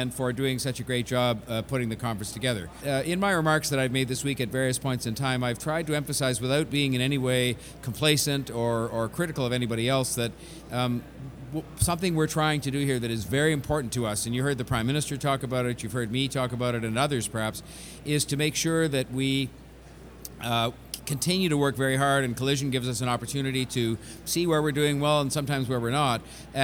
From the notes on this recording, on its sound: On location at Collision tech conference in Toronto.